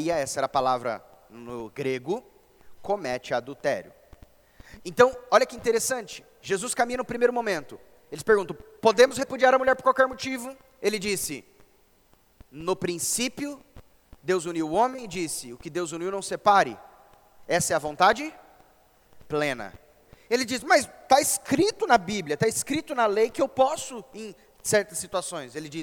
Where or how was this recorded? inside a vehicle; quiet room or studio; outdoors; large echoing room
large echoing room